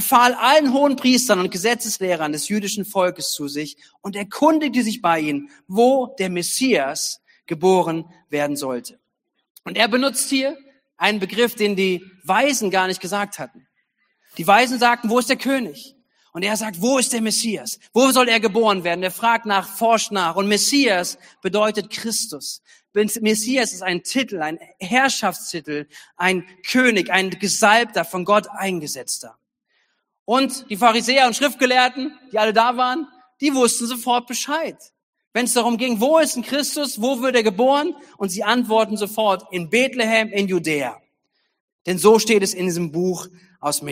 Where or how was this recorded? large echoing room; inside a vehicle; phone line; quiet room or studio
large echoing room